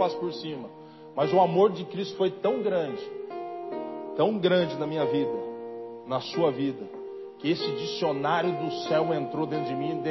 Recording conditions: large echoing room